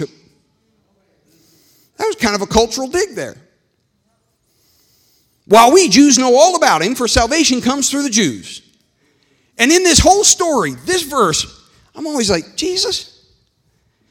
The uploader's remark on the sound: This meeting was recorded live on August 22nd, 2021 at Newark UPC.